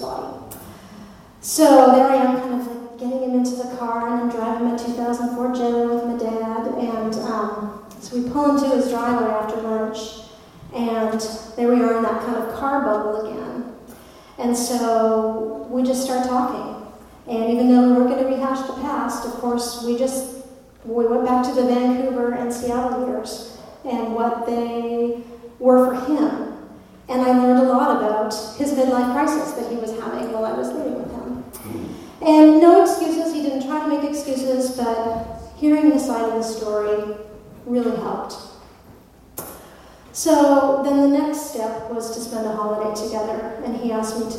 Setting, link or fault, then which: setting, live audience